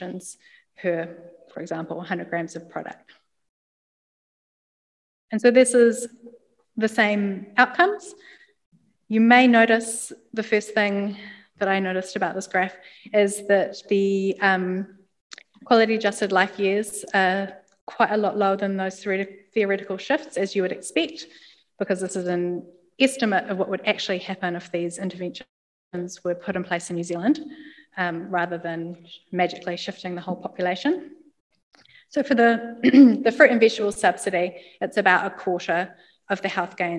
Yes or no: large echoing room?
yes